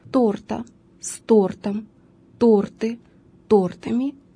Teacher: в слове «торт» ударение при изменении его не смещается, а сохраняется на первом слоге